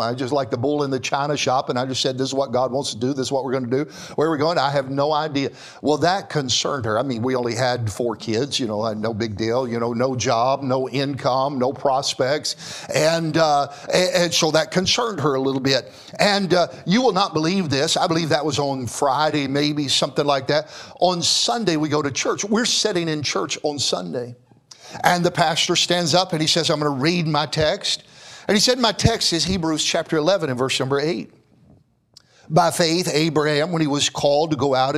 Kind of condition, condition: setting, large echoing room